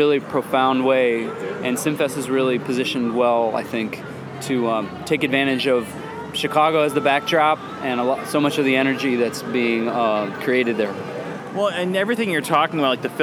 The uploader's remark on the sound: Recorded at the ChicagoMade activation lounge at SXSW for Chicago Inno.